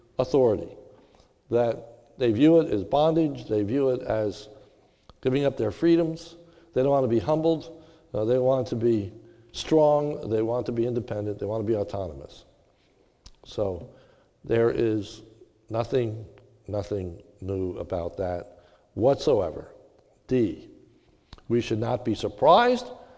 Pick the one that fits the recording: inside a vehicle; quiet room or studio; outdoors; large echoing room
large echoing room